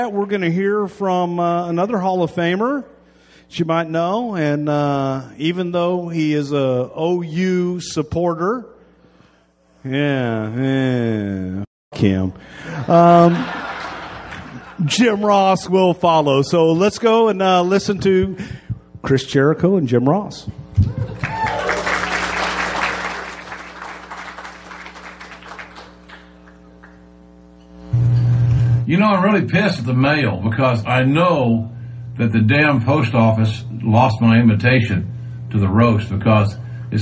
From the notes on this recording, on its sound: Recorded at the Houston Improv.